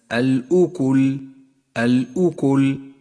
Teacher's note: ولاحظ أن الهمزة مضمومة وليست مفتوحة